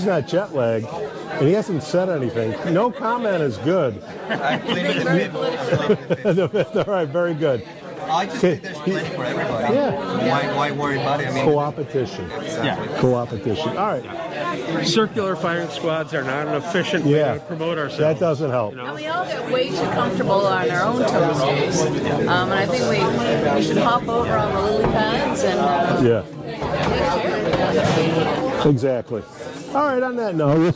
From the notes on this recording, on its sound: Behind-the-Scenes (and behind the bar) at the Suisun City Neurofeedback Summit 2023. At the vibrant bar of the Solano Yacht Club in Suisun City, California. A surprise birthday celebration. We apologize for the sound quality, as this was recorded at the bar of the yacht club.